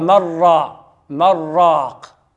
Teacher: هي تلك الشدة الراء، مرا، كان هناك حرفان اللي هو النون والراء، فأصبحت حرفا واحدا اللي هي الراء · Term: الإدغام